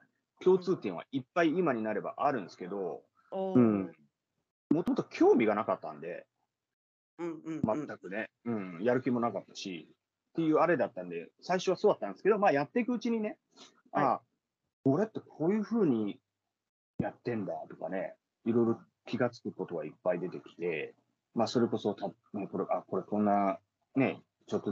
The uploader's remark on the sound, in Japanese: Teamsを用いてのオンライン収録のため、音声が聞き取りにくい部分がございます。ご了承ください。